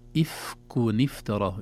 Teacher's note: النون ظهرت لكن تحركت لالتقاء الساكنين